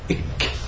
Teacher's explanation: صوت الكاف ما بيطلع متصل زي الغين والعين أو زي الراء أو غيرها · Term: شديد